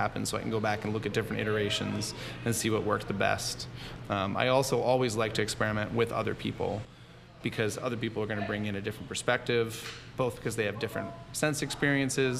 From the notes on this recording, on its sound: This interview was recorded at a really cool spot called Rustico in Ballston, just across the river from DC, so please enjoy the audio verite that comes from recording on-location. This interview was recorded at a really cool spot called Rustico in Ballston, just across the river from DC, so please enjoy the audio verite that comes from recording on-location.